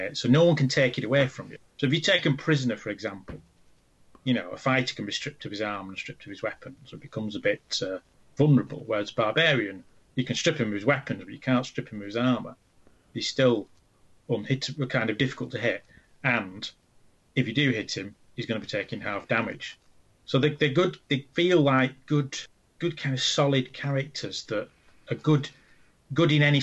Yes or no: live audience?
no